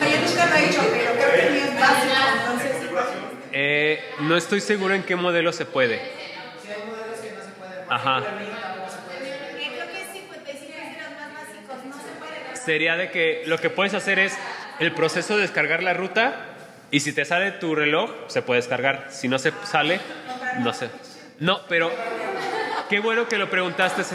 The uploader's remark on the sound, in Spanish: En esta plática grabada en vivo.